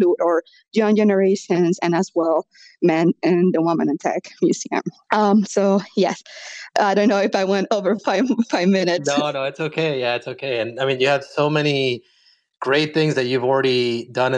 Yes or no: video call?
yes